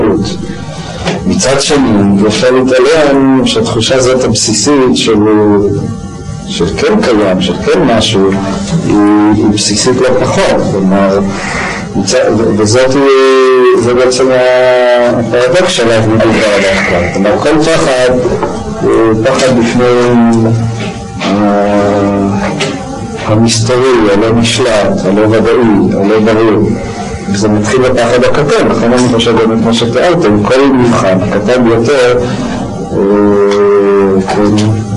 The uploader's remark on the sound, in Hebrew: הקלטה משובשת.